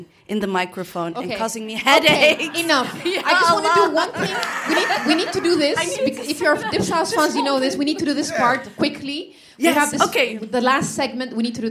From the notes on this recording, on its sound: We had the pleasure of hosting a live show